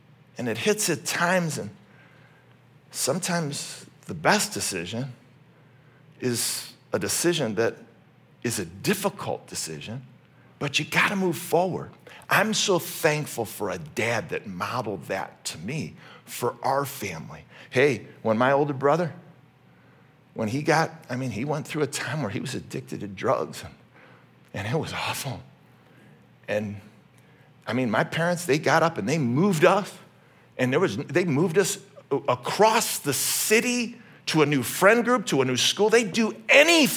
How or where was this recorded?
large echoing room